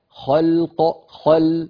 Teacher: اللام فيها مطة، مطة بسيطة لأنها حرف بين الرخاوة والشدة